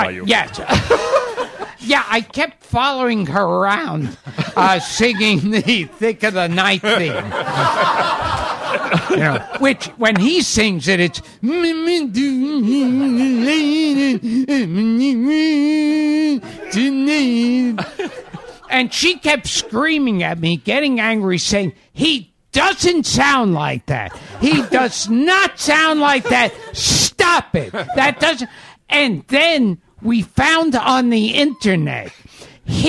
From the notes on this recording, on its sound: A live recording at SiriusXM radio, where they field questions (from callers and an in-studio audience).